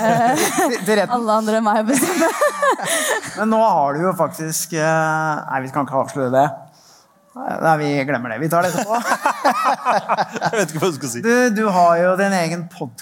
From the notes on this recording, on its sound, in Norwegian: AVHØRTs Juleshow, live fra Rockefeller!